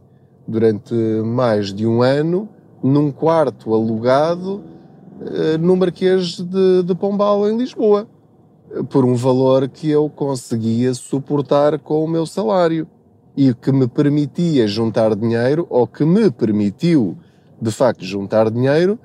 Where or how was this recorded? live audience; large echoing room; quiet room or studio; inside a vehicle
inside a vehicle